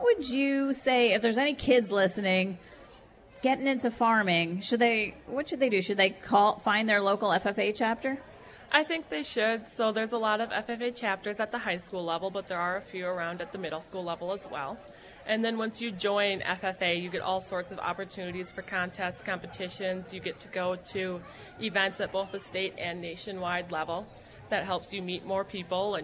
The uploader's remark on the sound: broadcasts live from the annual Bacon Bash in River Falls.